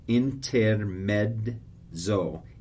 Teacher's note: Intermezzo, you have a double Z. Think of it as kind of like a D followed by a Z instead of two Z's.